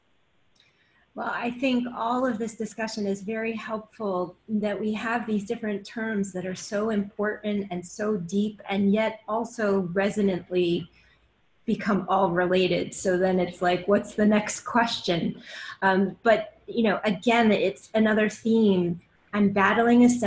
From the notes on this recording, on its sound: Enjoy the audio from this 2019 webinar. Interactive Q&A session.